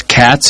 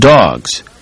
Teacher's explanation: the letter S stands for the sound S in cats, but for the sound Z in dogs